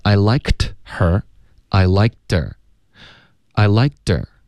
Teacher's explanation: 们就说啊、他演的这个什么，我觉得演的很不错。可是这英文就说 I liked 某一个人 in 某一部电影，在哪一部作品里？对，我喜欢他，就这么简单。对，然后所以英文的这个就简单一点。对，然后你可以后面呢就是说。可是他的什么东西 not somuch，就是没那么喜欢，而不是不喜欢，可是就觉得你不想要直接说不喜欢，就是有一点不礼貌，所以我们就说 not somuch，这个就是没那么喜欢，对啊，这样中文感觉有点绕，可是英文就是会这么说的，所以这句话呢还是一个挺好的一个例子。OK，这句话的连读是 I likedher，这里我们会把 like 的这个科省略，然后的的音就直接跟 her 连读了， her 的 h 就消失了